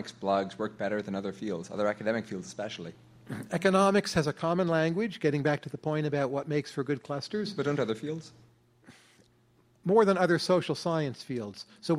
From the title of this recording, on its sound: Live at Stripe